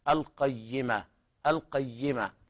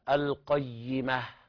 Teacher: نقف على الهاء بالهمس · Shown in: second take · القيمة، بعض الناس يقرأ لحنا القيمة القيمة، فيقلب الهاء ألف مادية وهذا خطأ، الصواب القيمة، تهمس الهاء بهذه الطريقة.